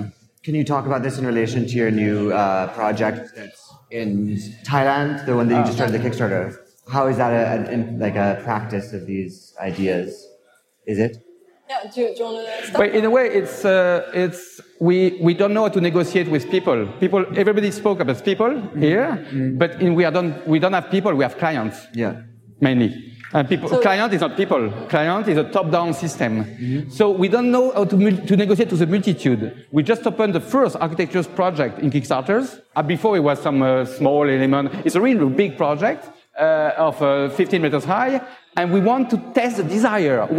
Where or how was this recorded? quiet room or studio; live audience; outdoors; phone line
live audience